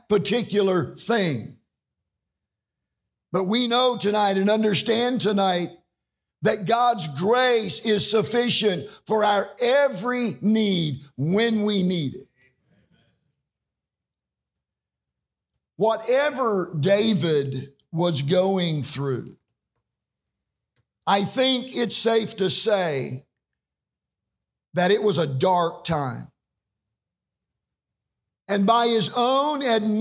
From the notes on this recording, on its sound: This message is from The REST Conference during the midweek meeting of Tabernacle Baptist Church.